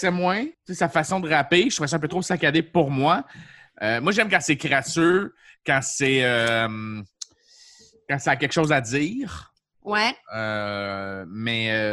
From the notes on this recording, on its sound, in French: La classe a eu lieue sur Zoom, en vidéoconférence.